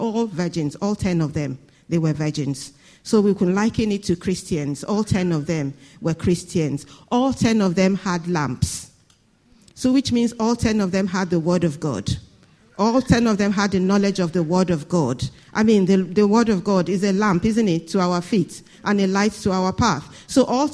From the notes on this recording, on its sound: This Sunday Service message preached